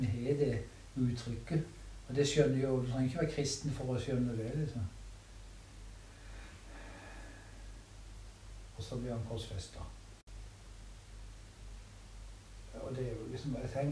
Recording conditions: poor sound quality